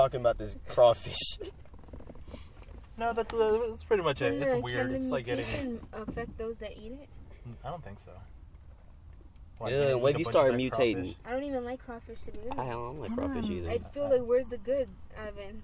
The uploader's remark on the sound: Not one, but two guests jump in the car to chat today!